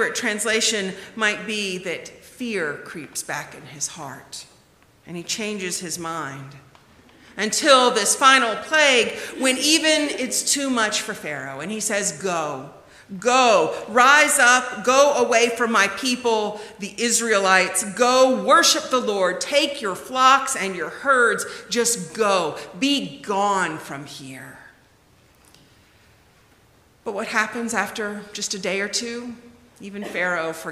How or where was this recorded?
large echoing room